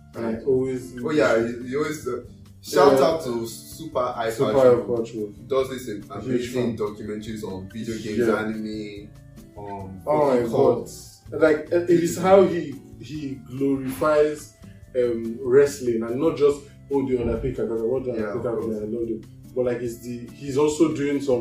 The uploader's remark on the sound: Yeah I know the audio is weird